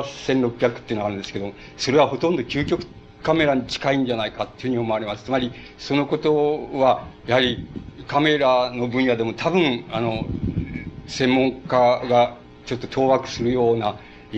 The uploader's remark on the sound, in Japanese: 主催：梅光女学院大学 場所：梅光女学院大学。梅光女学院での講演。講演後半部は別テープの音が 重なってしまっているため、 たいへん聞き取りづらい。